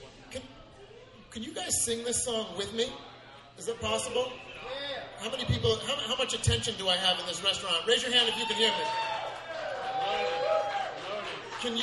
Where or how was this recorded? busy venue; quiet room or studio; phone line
busy venue